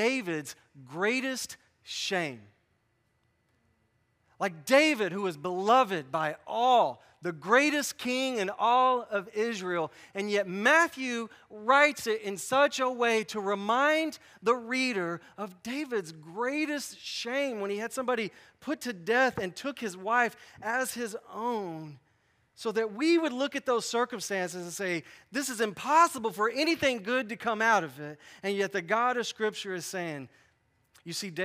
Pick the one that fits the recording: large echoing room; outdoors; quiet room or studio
large echoing room